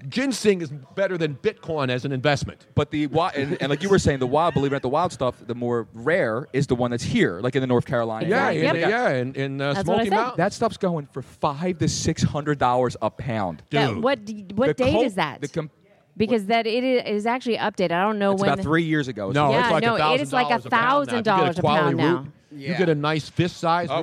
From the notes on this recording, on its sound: We are LIVE from Audio Avenue in Tampa for the College National Football Championships.